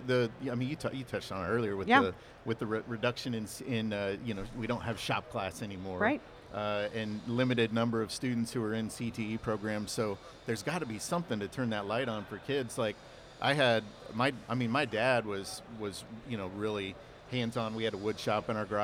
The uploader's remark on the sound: LIVE from The WWETT Show 2024